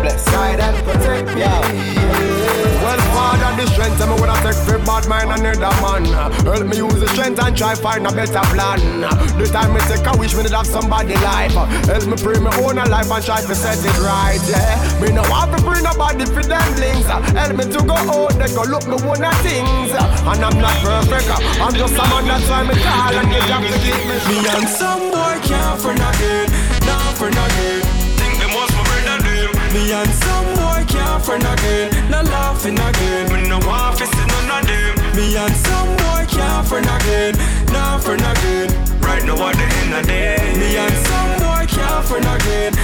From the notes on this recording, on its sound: Live Audio from our set at Dancinar #5. Live Set.